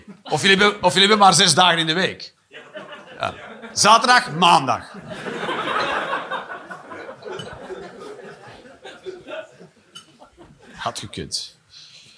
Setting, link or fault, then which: setting, live audience